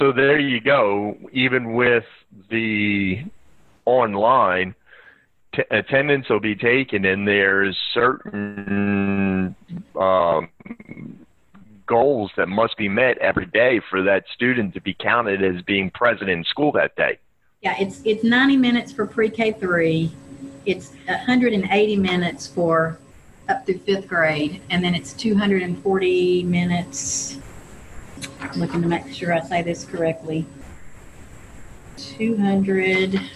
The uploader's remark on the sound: This interview was recorded via Zoom. A thunderstorm began shortly after we started this podcast, which resulted in a garbled connection in a couple of instances.